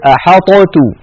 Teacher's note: ولو أظهرنا الطاء لابد من قلقلتها فنقول أحطت، لو نطقتموها تجدونها ثقيلة، أحاطت، لأن اللسان يذهب إلى المكان نفسه مرتين.